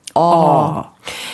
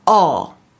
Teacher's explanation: Ou bien tonique, et dans ce cas-là, on prononcera un O plus ouvert qui se dit or oh.